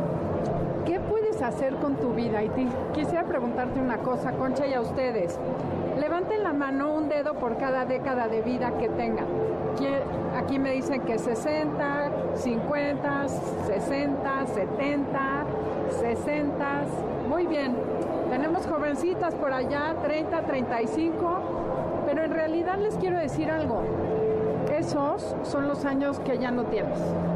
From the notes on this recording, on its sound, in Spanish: Transmisión especial desde el Festival del Adulto Mayor. En el marco del Festival del Adulto Mayor, que reunió a los mejores expositores de bienestar y salud.